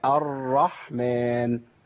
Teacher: أنا ما عنديش حاجة اسمها تكرير، أنا عندي حاجة اسمها ارتعاد اللسان في المخرج، وده بينتج عنه اهتزاز في الصوت، لكن ما بينتجش عنه تكرير